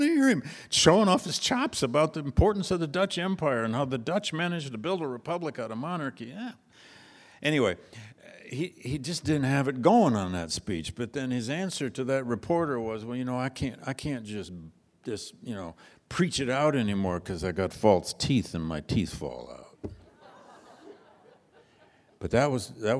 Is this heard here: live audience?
yes